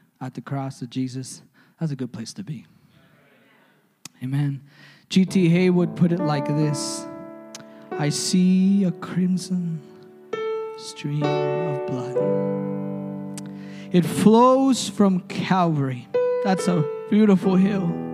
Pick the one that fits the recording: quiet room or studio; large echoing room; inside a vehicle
large echoing room